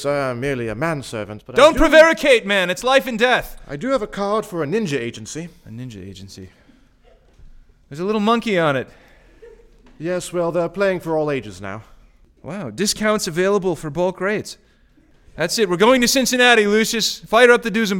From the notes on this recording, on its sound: This episode of Radiostar was performed live for an intimate audience at the Eureka Theatre in downtown San Francisco.